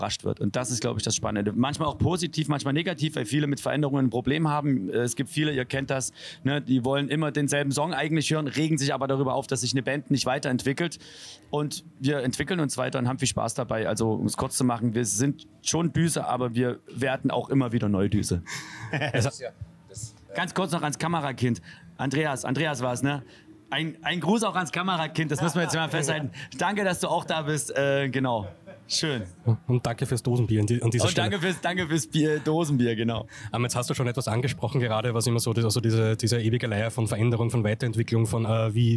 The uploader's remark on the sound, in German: Unserem Interview mit den beiden am diesjährigen Maifeld Derby Festival. Maifeld Derby Festival 2022. Unter der wunderbaren Atmosphäre der Reitertribühne nahmen sich die beiden Zeit.